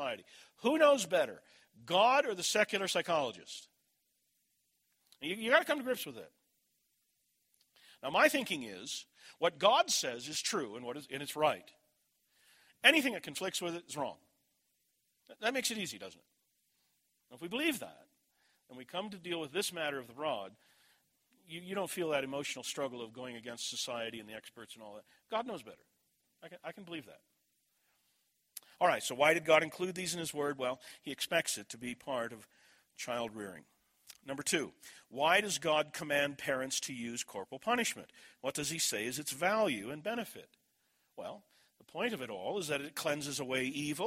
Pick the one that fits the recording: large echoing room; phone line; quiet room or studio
large echoing room